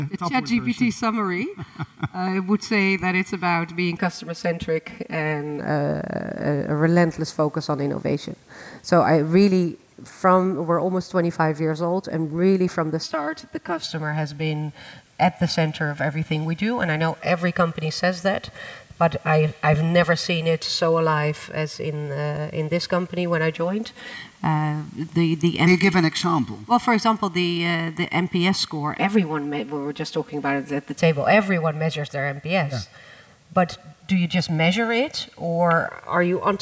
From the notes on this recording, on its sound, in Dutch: Tijdens het CMOtalk diner in het Depot Boijmans van Beuningen live op het podium.